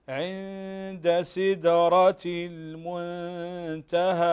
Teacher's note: لكن بالنسبة للراء مفخمة هنا عند سدرة المنتهى، تفخم الراء لأنها مفتوحة فتفخم